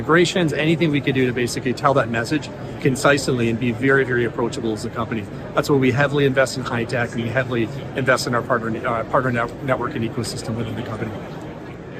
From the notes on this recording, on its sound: In this special On The Road episode while at HITEC 2023 (June 26-29, 2023, Toronto). In this special On The Road episode while at HITEC 2023 (June 26-29, 2023, Toronto).